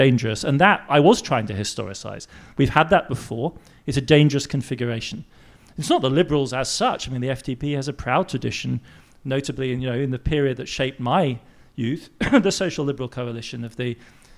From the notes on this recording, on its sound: Live From Berlin. This episode is a recording of a live show. At the Prachtwerk in Berlin.